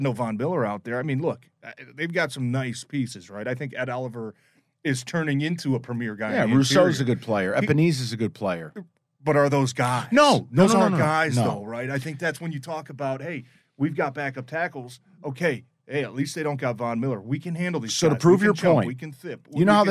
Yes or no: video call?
no